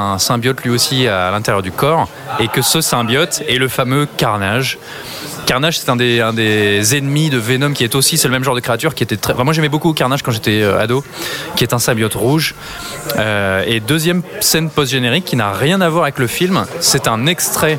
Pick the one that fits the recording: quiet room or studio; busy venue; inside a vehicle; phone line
busy venue